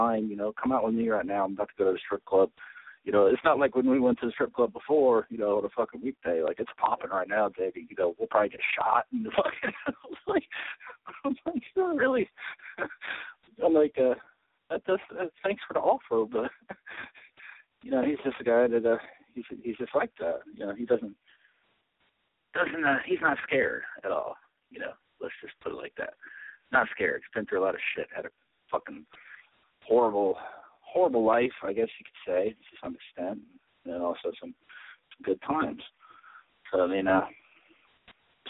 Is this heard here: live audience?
no